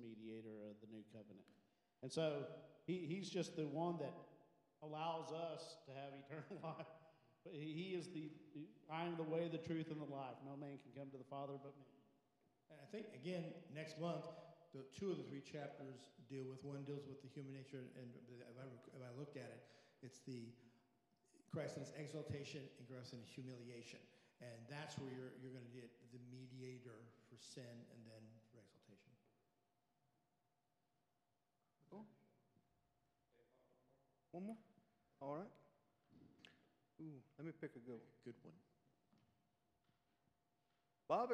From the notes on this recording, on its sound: Sunday Worship Service - Live stream.